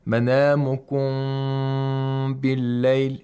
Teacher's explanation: The sound of m is not completely nasal. Yes, the sound is oronasal. Yes. It's through the nose and the mouth.